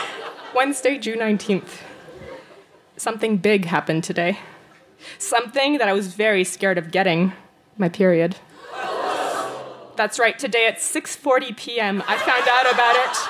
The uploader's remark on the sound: Recorded live at Electric Owl Social Club in Vancouver, BC.